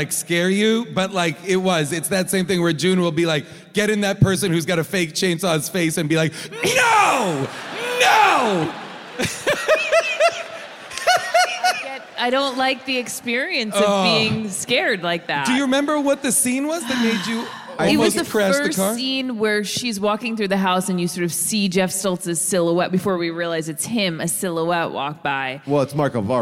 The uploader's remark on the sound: Recorded live from Durham, North Carolina